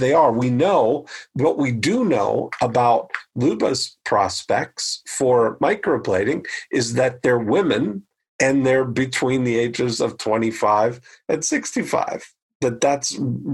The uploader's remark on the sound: The SECOND Ever ILM Zoom Meetup